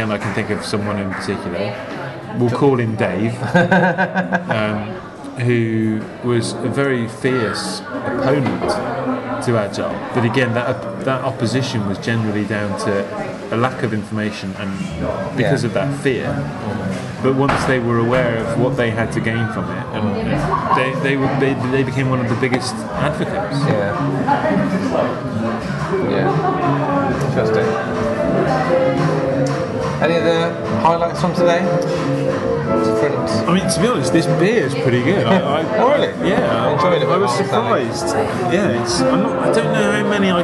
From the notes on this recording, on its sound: From The Mesmerist, Brighton, UK. Chat over a couple of interesting drinks in a rather unusual pub in Brighton.